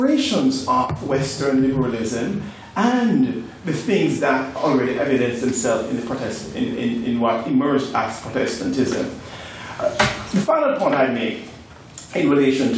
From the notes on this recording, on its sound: Here is the recording of the second Ordinary Meeting of our 169th Session, where the house convened